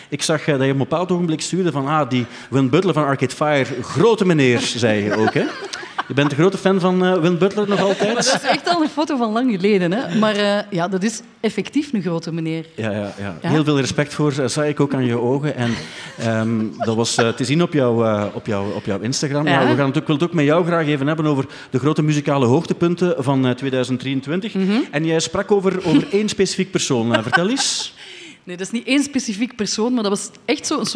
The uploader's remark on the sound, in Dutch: De Popcast van het jaar live in AB